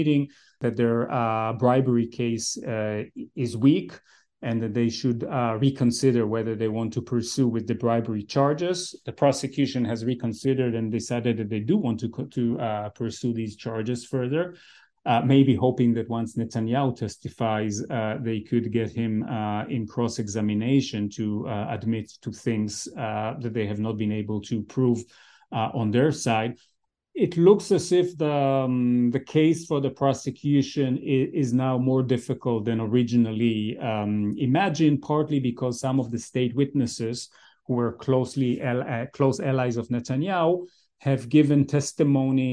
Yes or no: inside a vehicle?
no